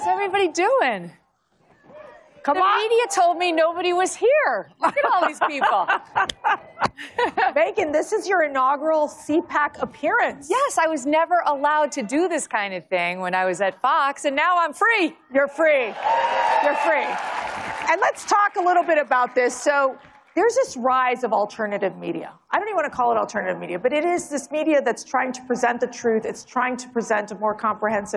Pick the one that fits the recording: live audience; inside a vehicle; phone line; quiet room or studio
live audience